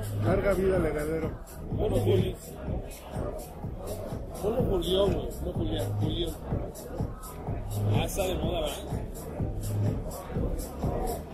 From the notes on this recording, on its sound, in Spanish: Salimos con grabadora a la calle y grabamos mientras nos recetábamos unos cocteles coquetos y una carne al carbón.